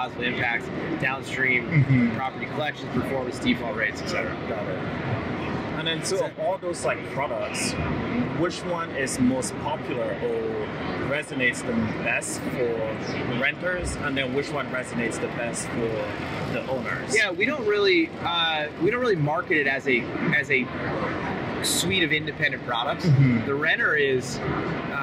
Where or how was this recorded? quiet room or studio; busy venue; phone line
busy venue